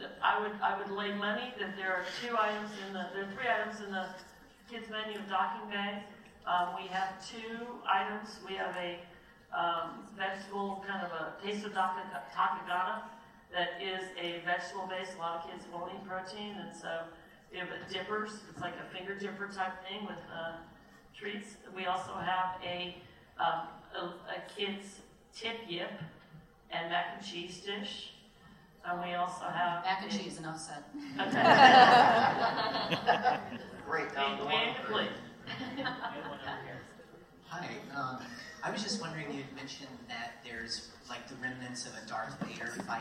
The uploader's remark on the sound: Disneyland. This episode is the audio from a special Q&A with Imagineering during a media preview of the new land.